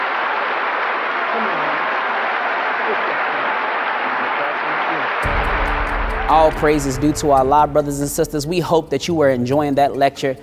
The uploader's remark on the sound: At the Nation of Islam's Saviours' Day 1991 Keynote Address at Christ Universal Temple, Chicago, IL.